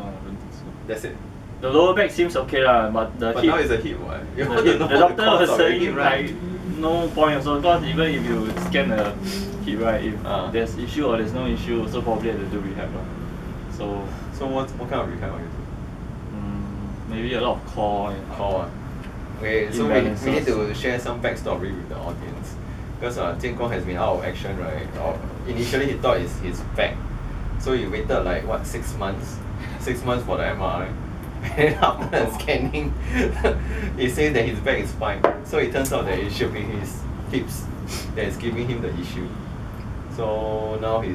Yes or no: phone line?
no